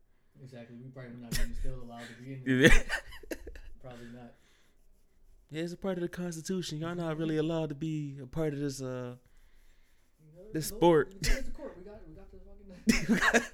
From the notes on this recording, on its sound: Host chat, we had a slight audio malfunction. Blame chromebooks.